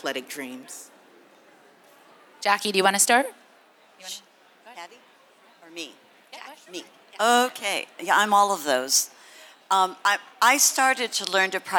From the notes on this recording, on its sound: Live Show from the Boston Marathon. To all who attended and supported the show.